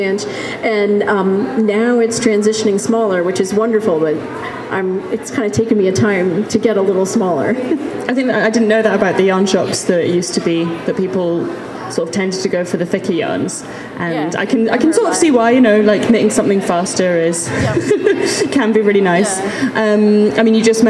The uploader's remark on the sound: Another slice of Rhinebeck 2018 fun. Interview recorded live at the festival.